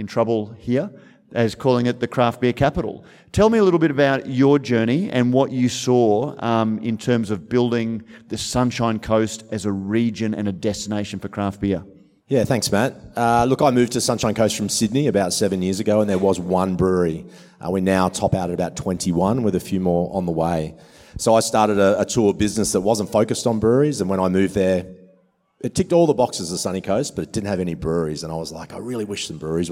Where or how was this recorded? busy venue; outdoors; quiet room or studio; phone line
busy venue